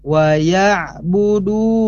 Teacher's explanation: ada domah pada huruf dal, kemudian ada wawu sukun, maka harus diayun · Term: mad asli